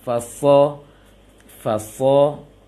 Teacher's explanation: masuk ke lam dan tasdid, jangan ditebalkan